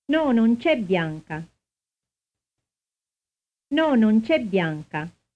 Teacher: Repeat, placing the major stress on c'è.